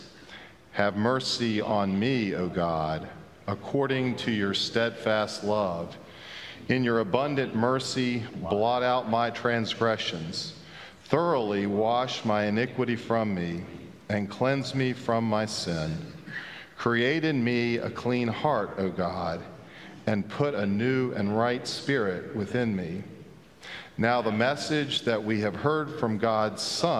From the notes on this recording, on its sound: Pender UMC Traditional Worship on Sunday, January 1, 2023 at 9:00 am